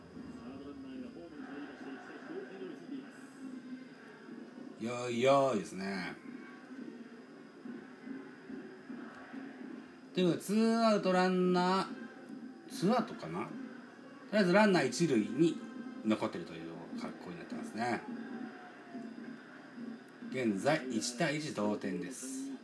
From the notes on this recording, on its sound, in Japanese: 神宮球場。IPad収録版。